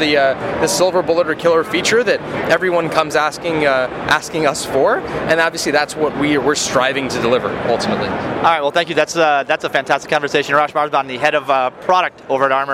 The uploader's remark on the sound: At day 2 of re:Invent 2018 I tracked down. At a developer/builder focused cloud conference.